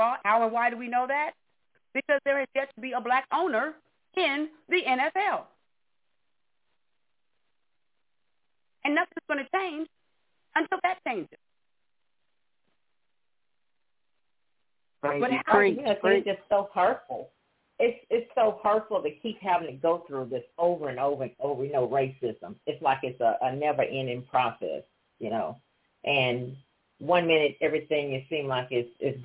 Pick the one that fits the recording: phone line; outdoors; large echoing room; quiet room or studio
phone line